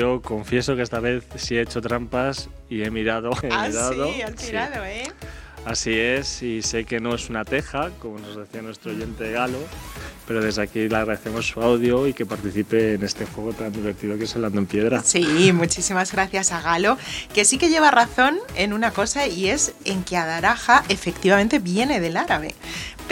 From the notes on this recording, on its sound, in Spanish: Nuestro octavo paseo sonoro nos acerca a la emblemática y centenaria Gran Vía